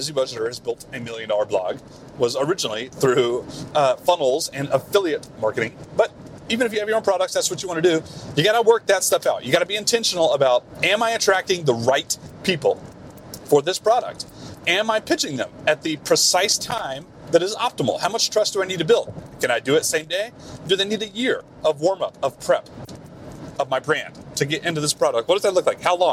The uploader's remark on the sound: BONUS CarCast. Apologies in advance for the bad audio quality. This was recorded in a car.